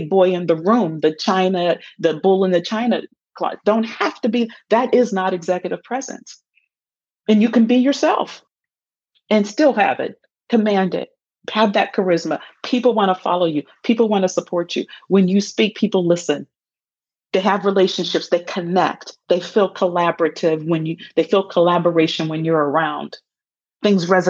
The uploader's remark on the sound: Some of the Q&As about Executive Presence that took place during a webinar with my fellow University of Michigan Ross School alums.